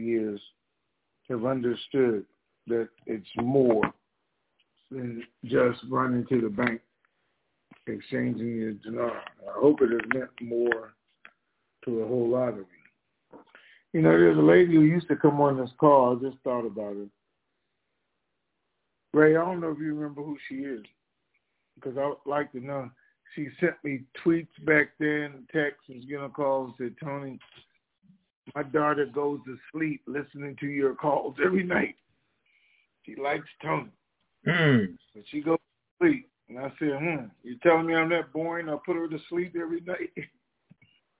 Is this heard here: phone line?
yes